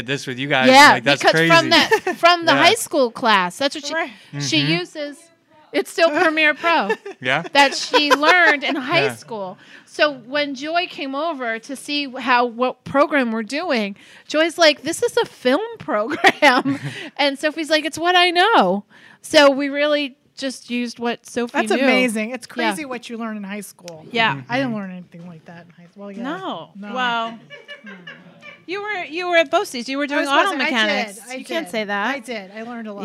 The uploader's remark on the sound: we hosted a party with former guests, Patreon sponsors, friends, and family at Sofie's Salon to record our 100th episode